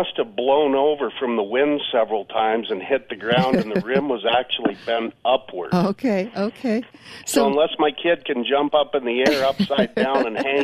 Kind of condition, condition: link, phone line